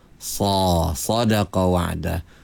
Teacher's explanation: Kerana bari di atas ni. Tebal dia tu kerana tinggi pangkal lidah. Tinggi tengah lidah.